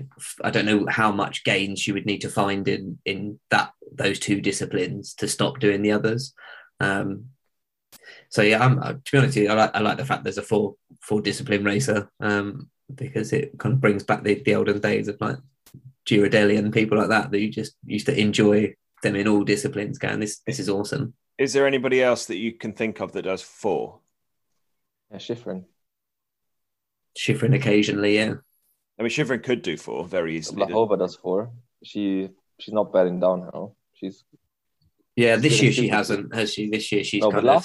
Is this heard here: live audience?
no